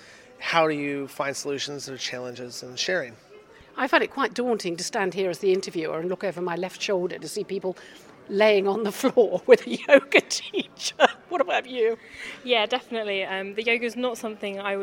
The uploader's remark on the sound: Recorded live at #OneTeamGovGlobal.